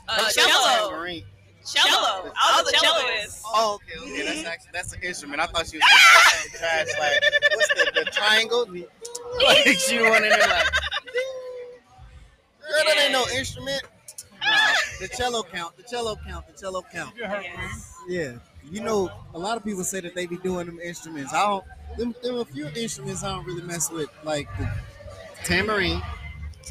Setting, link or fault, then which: setting, outdoors